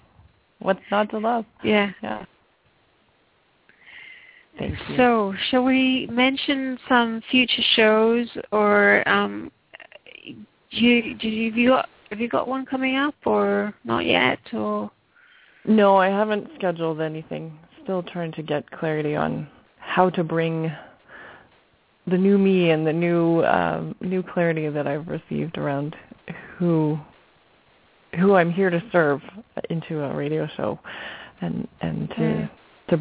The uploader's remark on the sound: Takes your calls for healing live today!